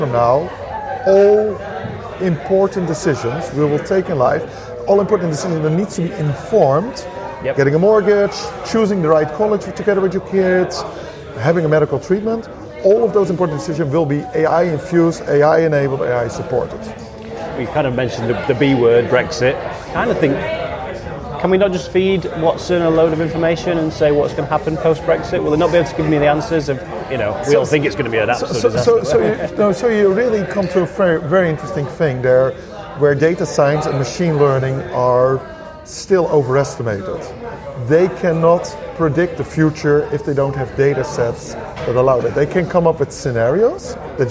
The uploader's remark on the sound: Live from TNW 2017.